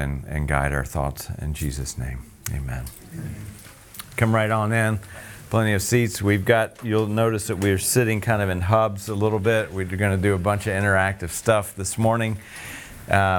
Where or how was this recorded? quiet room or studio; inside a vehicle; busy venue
busy venue